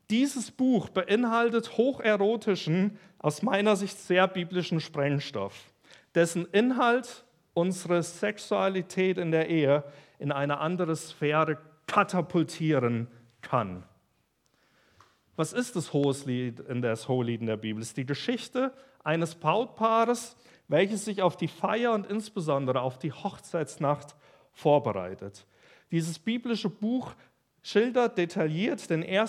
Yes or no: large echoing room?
yes